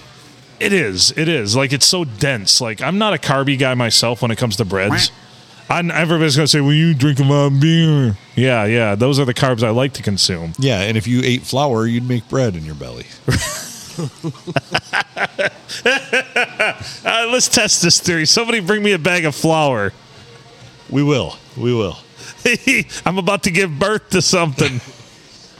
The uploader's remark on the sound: We record on a Sunday night at the Stumble Inn.